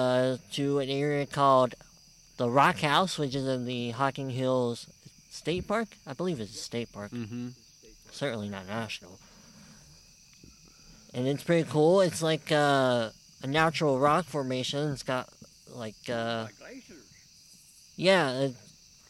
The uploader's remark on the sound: We’re live from the woods! The hosts thought it would be fun to record a little show on-the-go. Record a show while on a camping trip. Went on a short camping trip in the Hawking Hills area of Ohio.